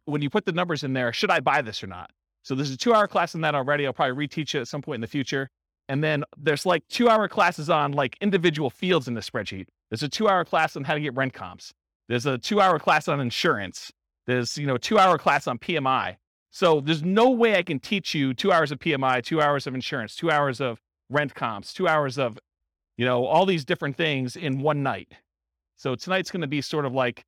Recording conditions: live audience